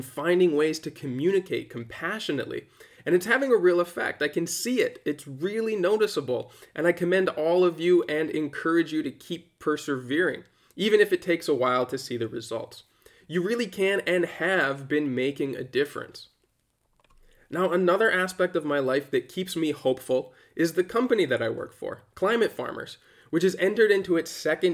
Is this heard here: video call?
no